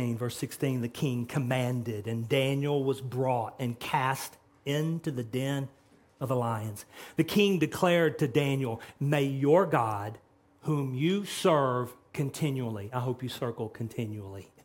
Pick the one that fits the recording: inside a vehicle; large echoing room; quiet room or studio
large echoing room